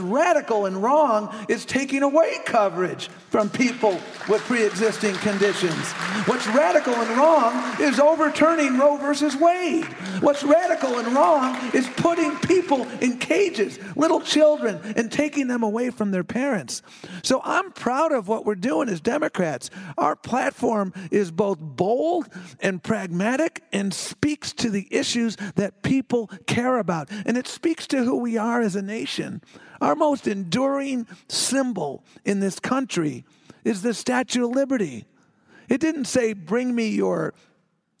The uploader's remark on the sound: Live from Cap Times Idea Fest